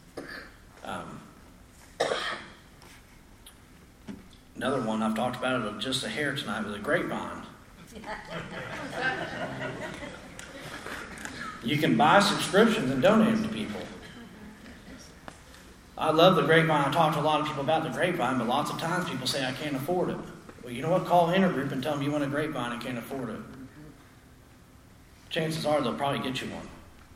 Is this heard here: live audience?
yes